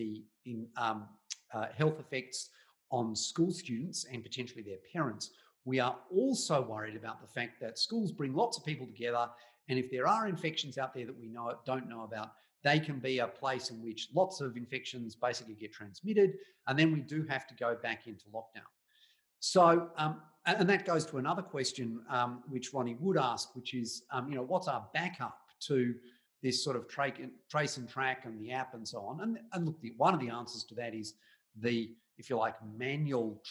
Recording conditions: video call